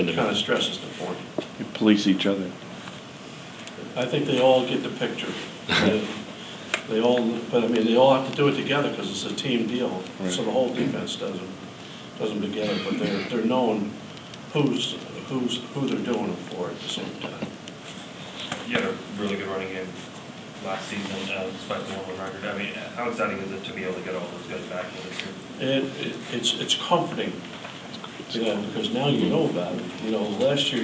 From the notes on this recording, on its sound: Tuesday's news conference at KU